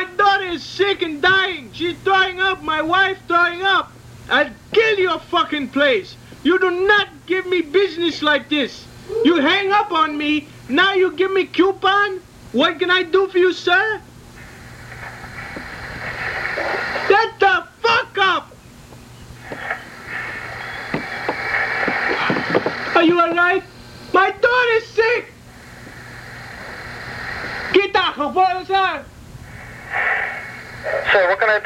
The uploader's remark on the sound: Prank Phone Calls